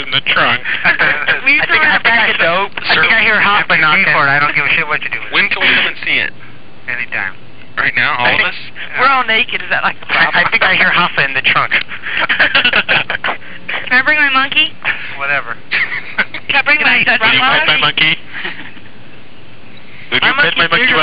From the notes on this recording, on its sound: Prank Phone Calls.